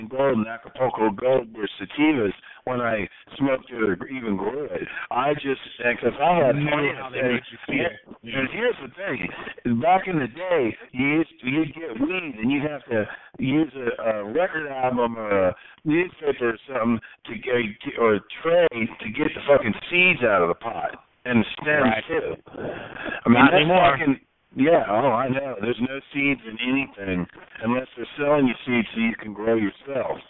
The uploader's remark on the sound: Conference Call